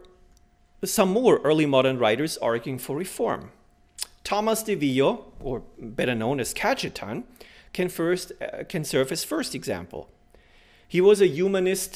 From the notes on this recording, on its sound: Delivered this lecture on October 12, 2017 at the University of Chicago.